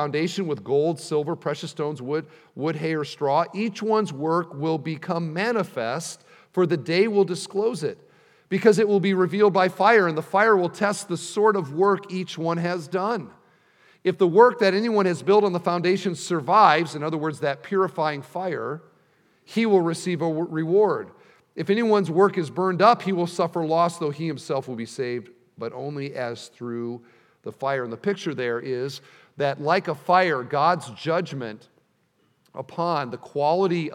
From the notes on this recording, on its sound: at the installation service